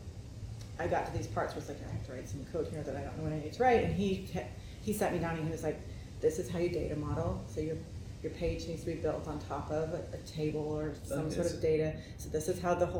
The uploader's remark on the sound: I caught up with her at the Kscope22 conference in Dallas Texas